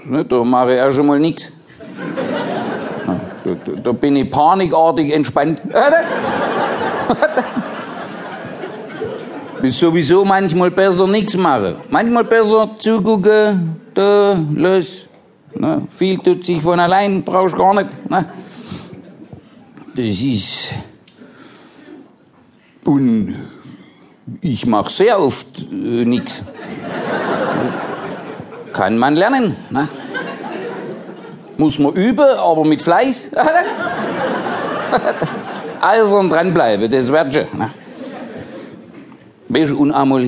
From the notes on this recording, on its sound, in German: Sein neues Programm live aufgenommen in der Käs in Frankfurt.